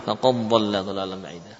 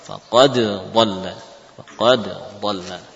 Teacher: Cuman karena kita mengajarkan riwayat Hafiz An-Nasim, bacalah dengan seperti tadi, ya, dengan mengqalqalah faqad dhalla, faqad dhalla, qalqalahkan, yakni menunjukkan dalnya dibaca idhar · Shown in: second take